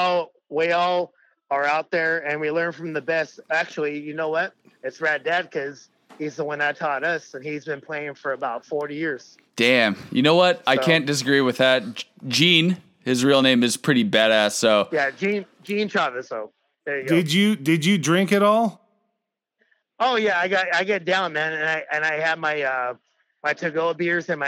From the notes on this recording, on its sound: We got this phone interview